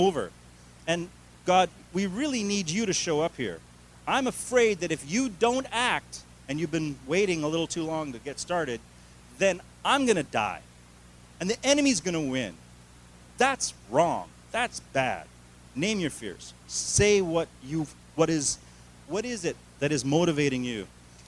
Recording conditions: large echoing room